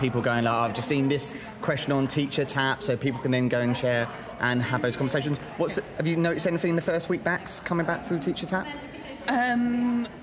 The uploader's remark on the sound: LIVE from ResearchEd 2023